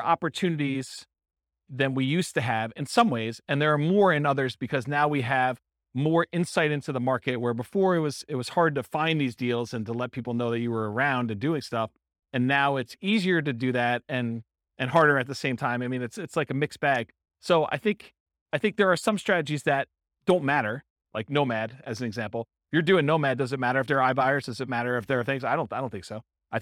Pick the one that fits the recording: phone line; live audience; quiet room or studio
live audience